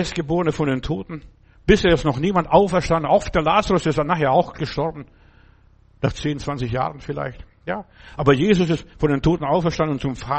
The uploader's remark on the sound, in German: im Gemeinde-Zentrum in Berlin aufgenommen